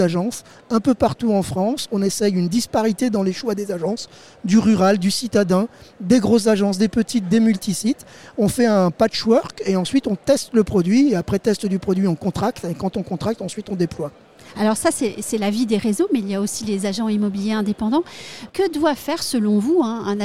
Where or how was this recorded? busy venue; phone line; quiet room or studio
busy venue